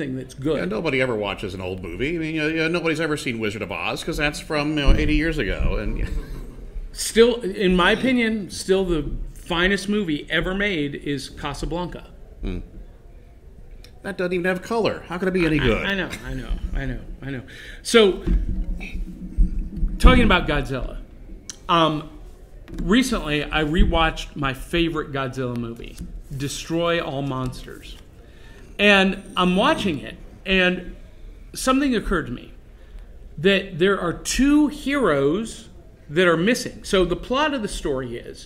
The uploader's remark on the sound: live at Imaginarium